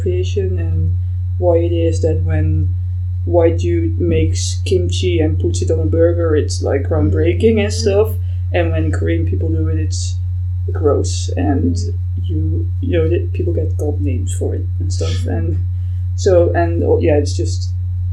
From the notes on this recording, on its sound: The sound quality of this episode is quite bad, apologies for that. We are hoping to invest in better sound equipment in the future.